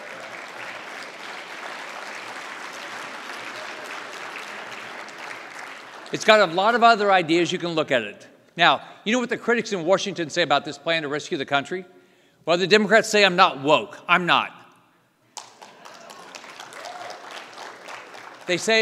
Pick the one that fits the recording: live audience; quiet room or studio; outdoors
live audience